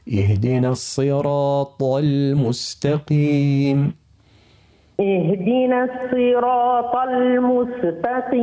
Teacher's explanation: الصراط، طاء أقوى الطاء من الراء، الراء مفخمة والطاء مطبقة أشد تفخيما